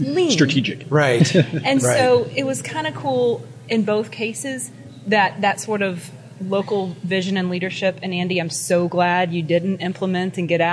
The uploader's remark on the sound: Recording live at CNU24 in Detroit.